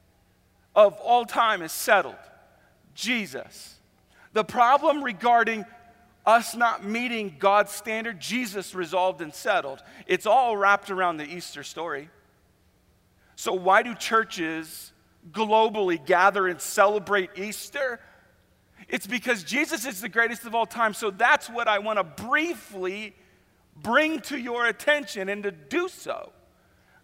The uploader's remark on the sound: Easter at the Civic Center